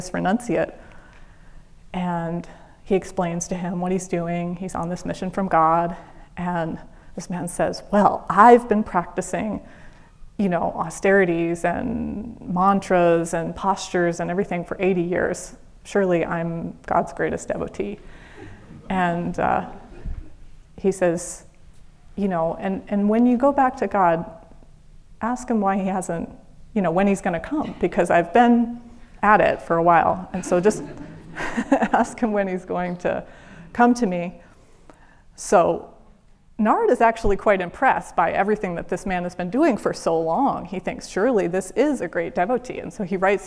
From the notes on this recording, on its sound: Sunday Service talk recorded at Ananda Village on May 7th 2023